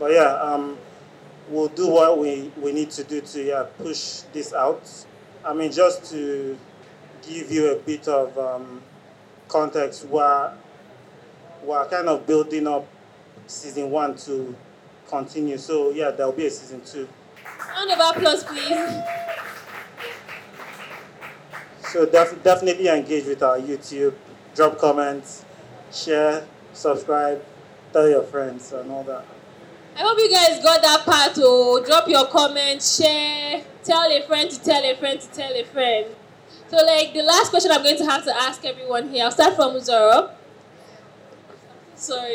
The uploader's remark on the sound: Panel Discussion from the Finding Idara World Premiere.